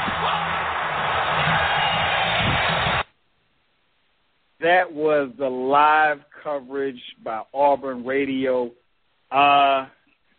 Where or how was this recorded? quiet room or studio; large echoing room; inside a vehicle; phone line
phone line